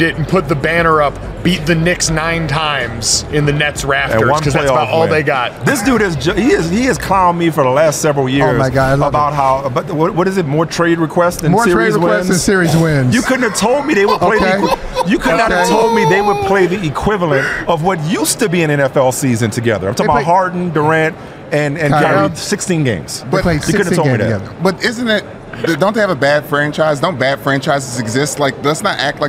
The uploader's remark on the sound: The last day coming LIVE from Radio Row.